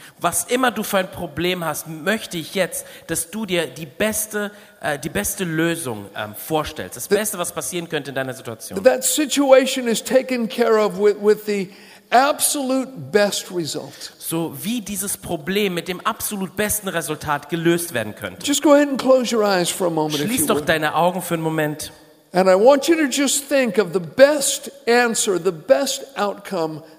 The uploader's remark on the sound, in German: aus unserem Gottesdienst